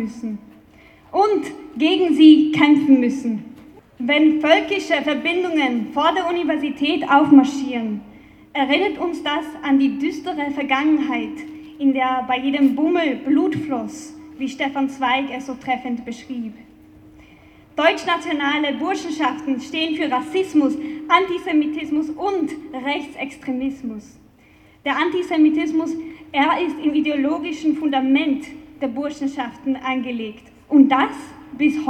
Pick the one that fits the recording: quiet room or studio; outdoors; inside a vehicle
outdoors